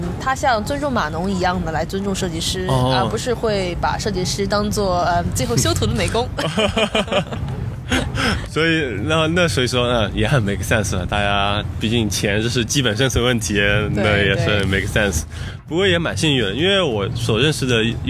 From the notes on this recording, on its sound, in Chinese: 户外录音，稍有杂音。